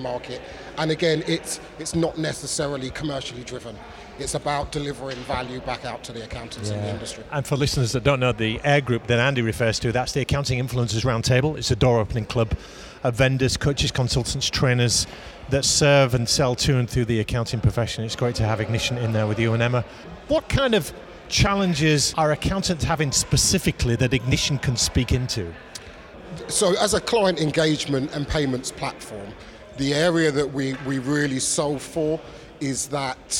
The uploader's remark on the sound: We hear more live interviews from the recent International Accounting Forum and Awards 2022 which took place in London recently. Enjoy the live buzz of the event!